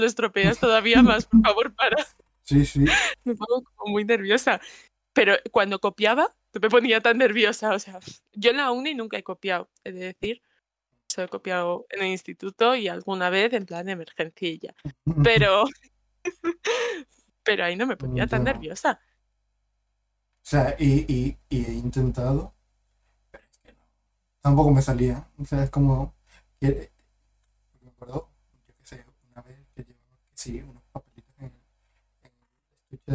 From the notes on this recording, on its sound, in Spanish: perdón por la falla del audio